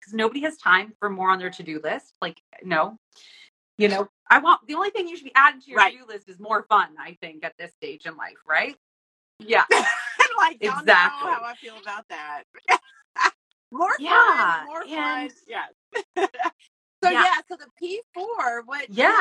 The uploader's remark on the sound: Enjoy the replay of The Midlife Makeover Show Live on Instagram